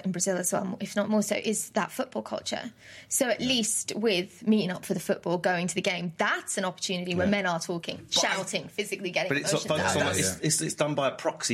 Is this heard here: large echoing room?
no